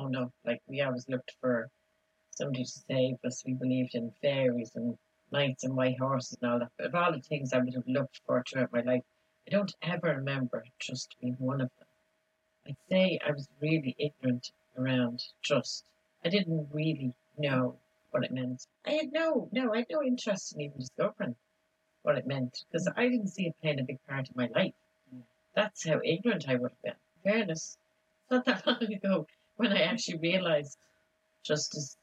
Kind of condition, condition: fault, poor sound quality